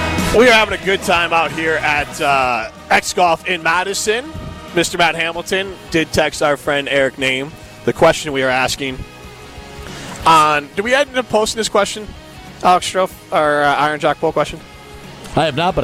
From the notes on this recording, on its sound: The guys are live from X-Golf in Madison